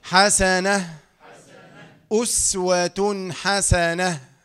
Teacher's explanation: تاء تنوين بالضم هاء ساكنة عند الوقف